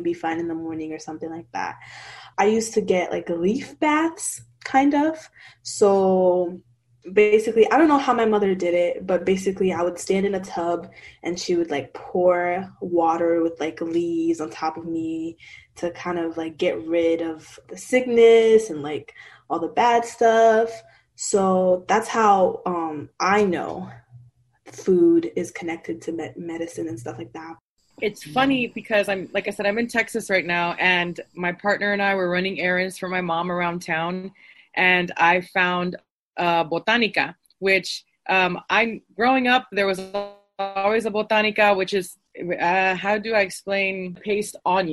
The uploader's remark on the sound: This Zoom discussion was part of Conversations in the Neighborhood: Let’s Talk about Food , a discussion series presented by Florida Humanities, the University of Florida’s Center for the Humanities and the Public Sphere, and the City of Gainesville.